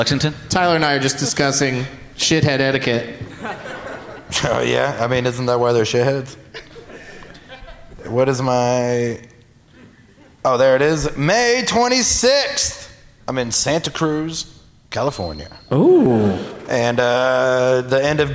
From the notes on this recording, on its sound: Live from the Bastile Theatre in Indianapolis